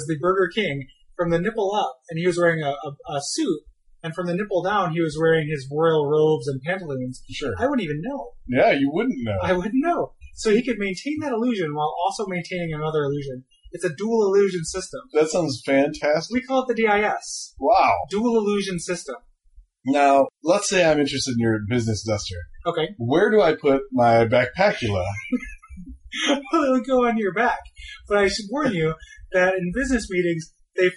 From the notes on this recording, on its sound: Apologies for the sound quality.